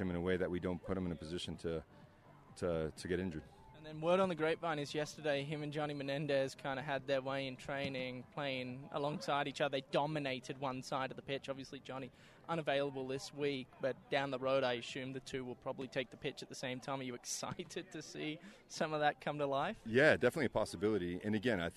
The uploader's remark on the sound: Live From RSL Practice